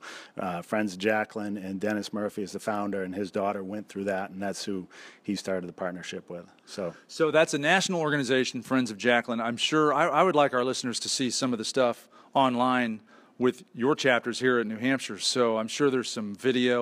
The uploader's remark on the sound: Join us with our live studio audience at the University of Memphis.